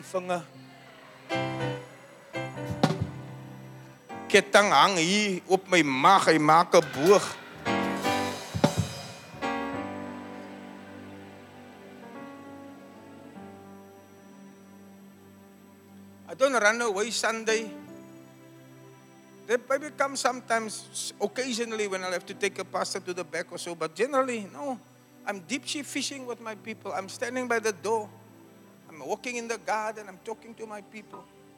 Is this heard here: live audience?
yes